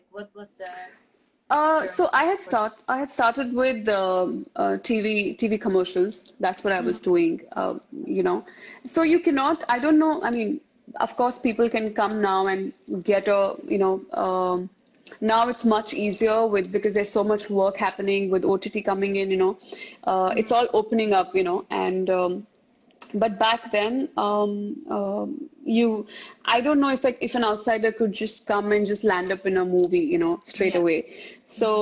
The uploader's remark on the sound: Instagram Live